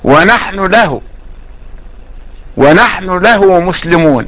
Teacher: وهو الاختلاس، يعني أخذ جزء من الضمة، يعني اختلاس جزء، خطف الحركة.